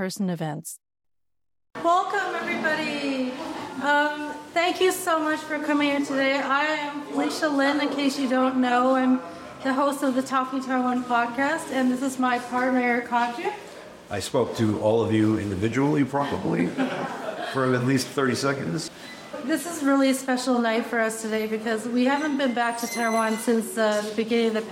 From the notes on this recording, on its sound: Held the second in-person event during the Talking Taiwan Election Tour at the PicCollage office in Taipei. Many of our past guests, friends and supporters were in attendance at the event. A few people from the audience also came up and spoke with me at our impromptu on-stage podcasting booth.